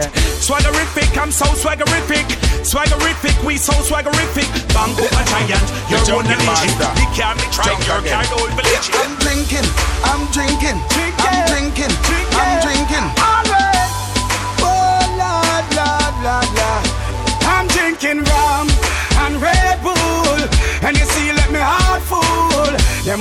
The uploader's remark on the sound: LIVE AT ISLAND SATURDAYS ON NOV 19TH, 2016